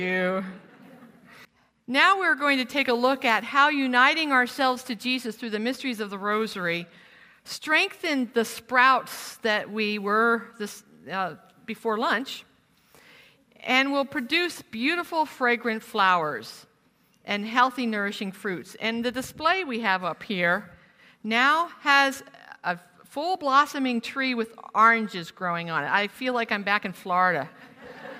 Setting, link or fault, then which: setting, live audience